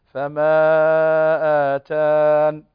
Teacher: فلما نقف عليها نقول فما آتان، تحذف هذه الياء